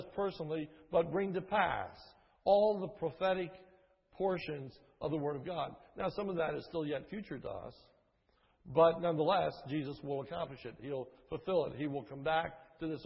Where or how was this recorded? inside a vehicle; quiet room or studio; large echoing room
large echoing room